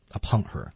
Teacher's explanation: Upon her,那个 her, h,也会在发音当中被怎么样呢？省略掉。被省略掉 uponher。所以这又是一处 of a fearfulsort。of 和 a 还可以连读,of a fearfulsort。Wow,好多呀是吧、啊、是啊，他这句话就是长、啊、全是连读。啊,fearful sort,在失去爆破